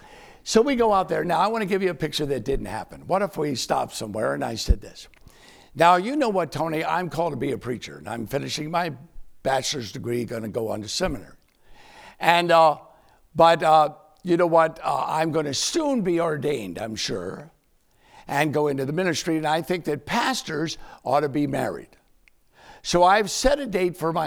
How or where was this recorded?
large echoing room